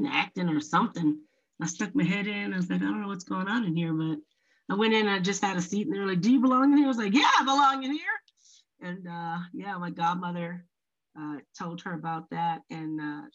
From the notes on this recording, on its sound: despite the technical difficulties we found in post